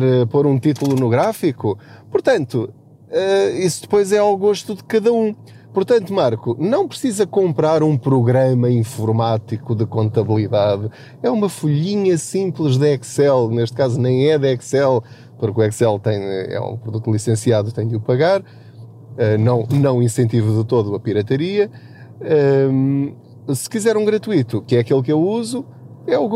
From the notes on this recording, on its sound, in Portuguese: Não ligue aos barulhos da viagem.